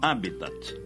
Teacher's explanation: Habitat, como proparoxítono, sem esquecer o T mudo final.